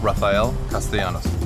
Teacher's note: the double L is a Y sound in the Spanish language